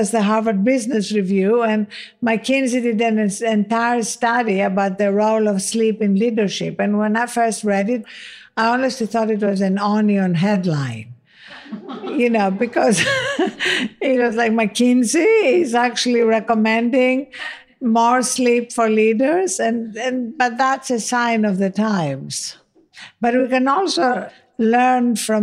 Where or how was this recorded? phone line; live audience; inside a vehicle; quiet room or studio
live audience